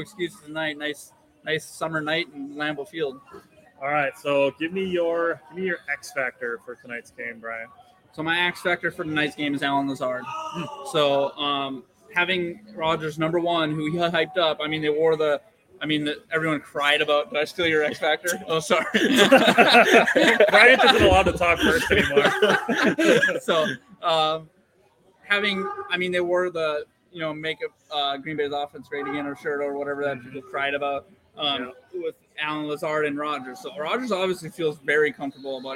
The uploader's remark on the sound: LIVE SHOW! We are back on a Sunday Gameday special at Gameday Sports Bar in Appleton.